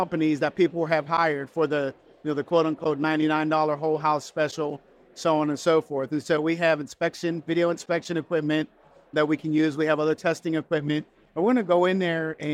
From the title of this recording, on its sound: Pantheon Live 2023